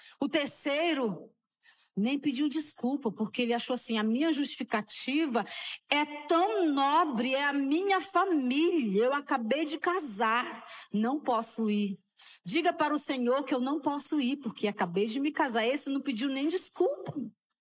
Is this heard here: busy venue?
no